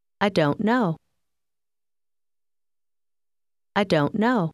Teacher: Faccia attenzione a come il suono della T alla fine della parola don't quasi scompare.